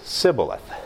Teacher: the Ephraimites can't pronounce the SH, so they say Sibboleth